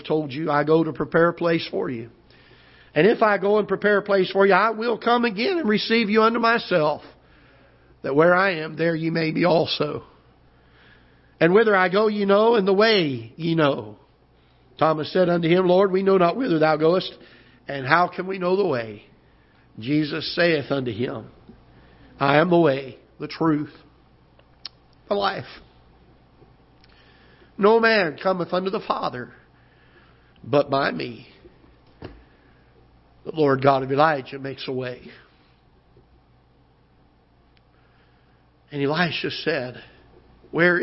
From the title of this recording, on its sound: Ketha Heights Baptist Church ~ Live Broadcast